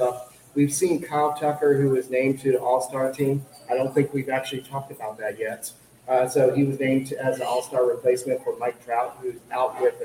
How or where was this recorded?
busy venue